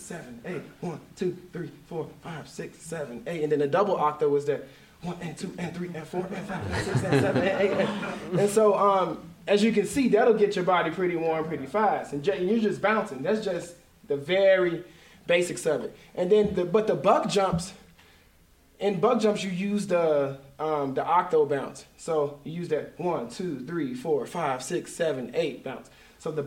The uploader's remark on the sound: LIVE from the Vail Dance Festival. This episode was recorded at the Manor Vail Lodge.